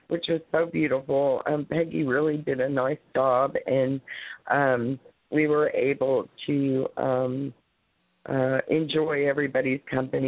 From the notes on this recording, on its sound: Open Mic Sunday. Call in comments.